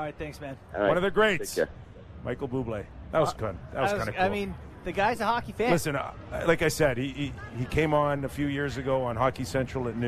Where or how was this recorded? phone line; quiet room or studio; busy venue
busy venue